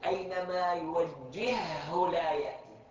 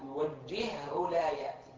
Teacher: واضح هنا الهاء أدغمت بالهاء